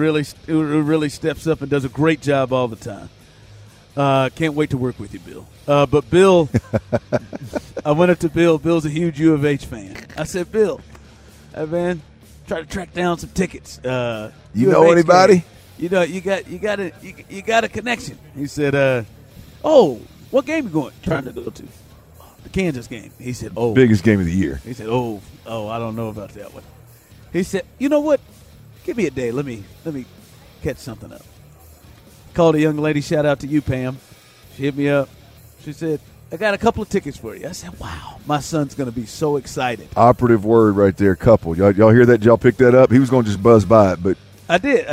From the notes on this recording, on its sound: LIVE from Radio Row in Vegas